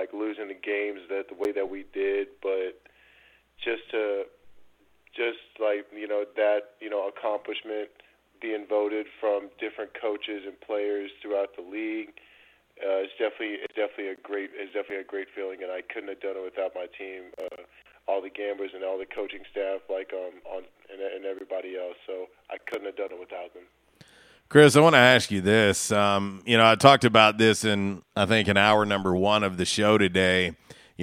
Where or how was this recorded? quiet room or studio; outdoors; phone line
phone line